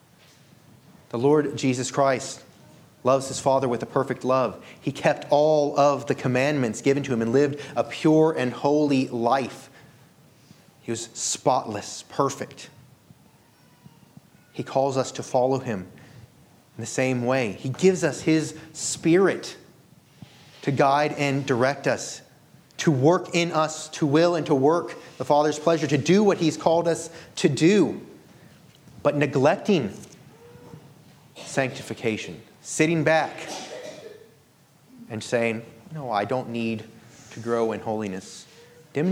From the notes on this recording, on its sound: This sermon was delivered on March 19, 2023 at Antioch Presbyterian Church. At Antioch Presbyterian Church, a mission work of Calvary Presbytery of the Presbyterian Church in America located in Woodruff, South Carolina.